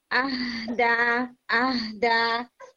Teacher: یہ جو ورڈ ہے ہم ہاں کو ساکن کر کے پڑھیں گے. تو اس میں نا آپ ہا کو جو ہے وہ آہ دا کر کے نہیں، آہ دا آہ دا، اس طرح سے آپ نے اس کو ساکن کرنا ہے.